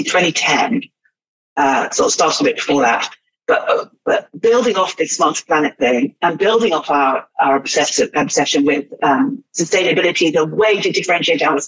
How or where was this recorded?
video call